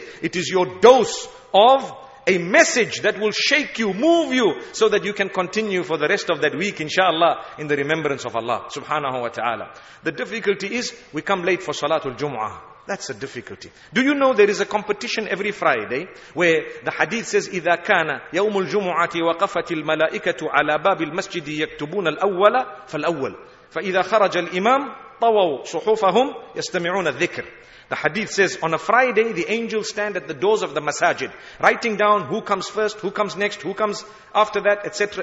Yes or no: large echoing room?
yes